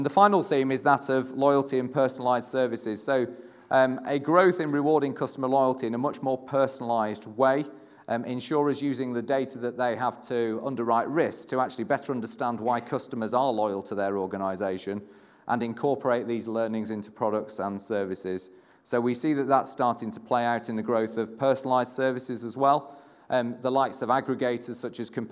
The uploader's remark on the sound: the recording of Part 2 of our 29th January event from The Steelyard